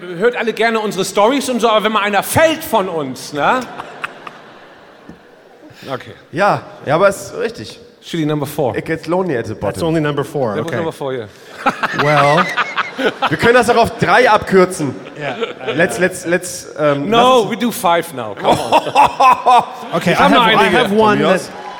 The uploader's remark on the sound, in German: Live aus Bochum.